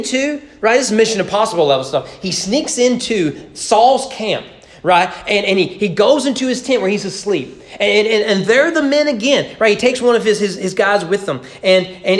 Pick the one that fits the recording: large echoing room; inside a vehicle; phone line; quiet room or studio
large echoing room